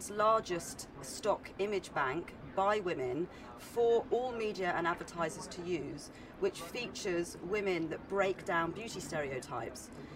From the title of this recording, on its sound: Live at Cannes Lions